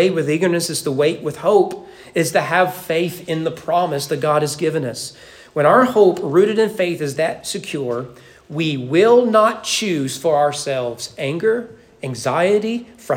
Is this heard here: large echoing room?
yes